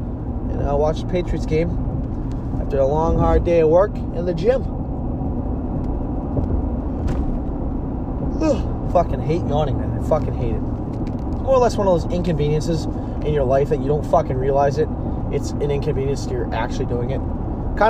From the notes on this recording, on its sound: Typical me going off while driving.